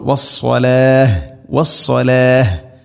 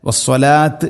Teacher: വസ്സലാഹ്, ഇവിടെയും സ്വാദ് ശ്രദ്ധിക്കുക, വസ്സലാഹ്, വഖഫ് ചെയ്യുമ്പോൾ നിർത്തുമ്പോൾ വസ്സലാഹ്, വസ്സലാഹ്, വസ്സലാത്ത് എന്നല്ല, വസ്സലാത്ത് അങ്ങനെയല്ല, വസ്സലാഹ്. ഹാഇന് സുക്കൂൻ നൽകിക്കൊണ്ടുള്ള വഖഫാണ് വേണ്ടത് · Shown in: first take